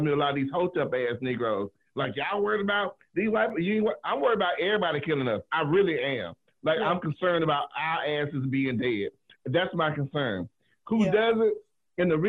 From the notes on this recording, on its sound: it's our first Zoom Podcast